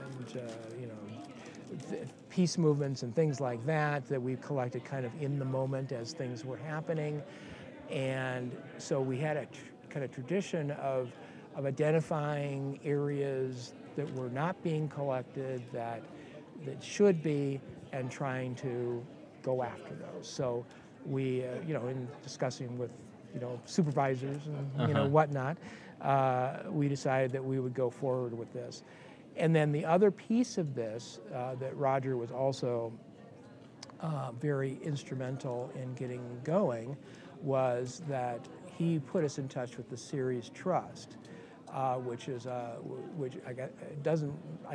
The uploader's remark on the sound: We recorded this conversation at the 2018 MOSES Conference, so there will be more background noise.